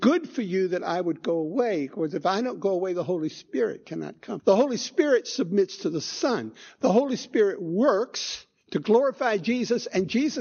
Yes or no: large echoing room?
yes